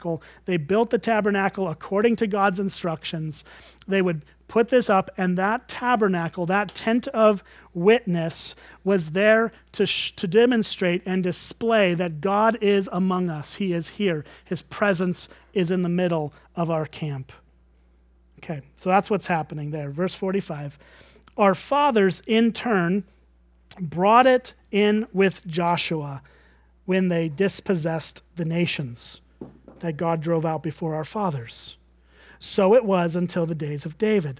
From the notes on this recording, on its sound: at Springbrook Church in Antigo, WI.